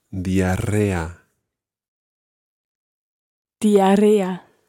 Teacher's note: There's a double R sound in there, and you really have to roll those R's.